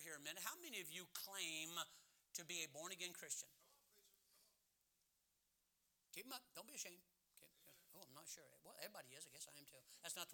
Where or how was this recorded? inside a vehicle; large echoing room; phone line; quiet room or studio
large echoing room